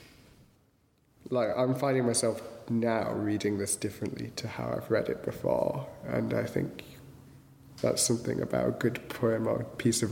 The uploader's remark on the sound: At St Chad’s College Chapel, as part of Durham Book Festival in October 2015. The Poetry Exchange at St Chad’s College Chapel, as part of Durham Book Festival in October 2015. We’re very grateful to Durham Book Festival, New Writing North and St Chad’s College for hosting The Poetry Exchange.